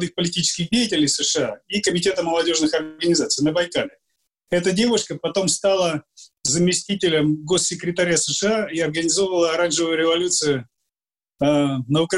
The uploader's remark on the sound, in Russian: Данный подкаст записан с помощью Zoom.